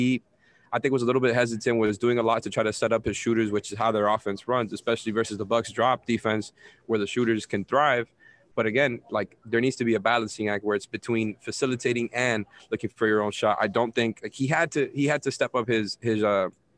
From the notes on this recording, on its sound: live from the arena